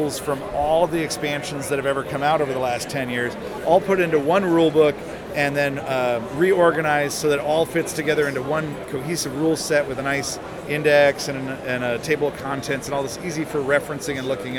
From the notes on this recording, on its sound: We had a chance to speak with a ton of great publishers, designers, artists, and gamers at Gen Con and recorded some of those conversations.